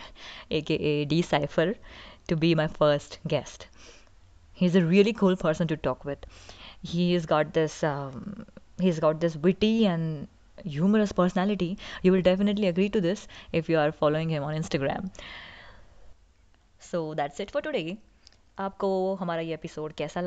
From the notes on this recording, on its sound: Kindly excuse the glitches in the call recording, my 'not so strong internet connection' didn't help us at all.